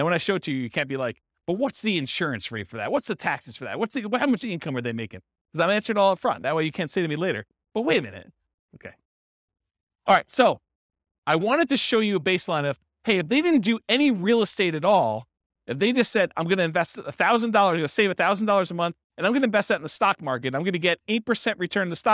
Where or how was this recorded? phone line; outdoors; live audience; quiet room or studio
live audience